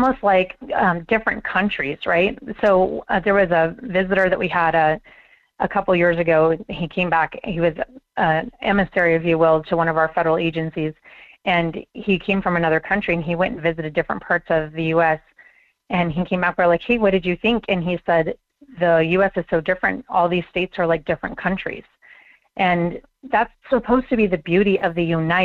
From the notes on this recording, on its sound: phone calls in hour one